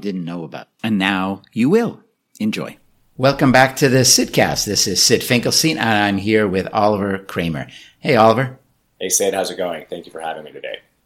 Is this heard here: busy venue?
no